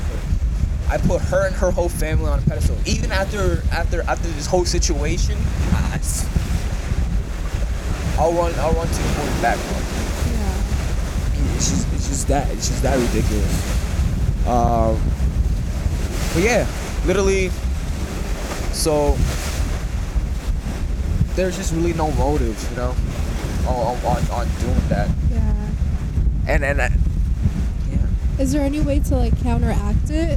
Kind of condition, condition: fault, wind noise